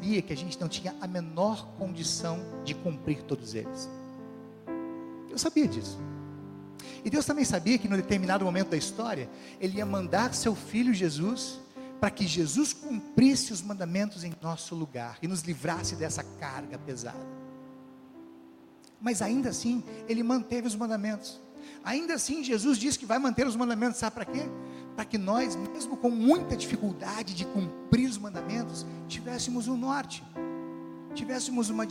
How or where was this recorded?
large echoing room